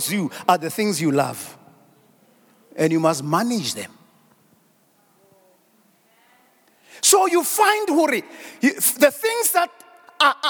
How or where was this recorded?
large echoing room